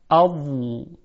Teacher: کناره زبان یعنی حافت اللسان به کناره دندانهای آسیای بالا برخورد میکنه و در کنار اون قرار میگیره، که در این زمان بسیار کوتاه صدای واد هم یک امتداد بسیار کوتاهی خواهد داشت. · Term: صفت استطاله